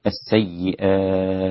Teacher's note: كلمة السيئات مد البدل لورش لا تنساه، السيئات هكذا، وأيضا له ثلاثة البدل 2 4 6.